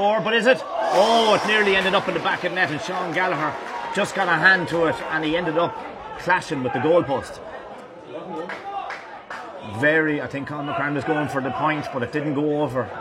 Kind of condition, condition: setting, busy venue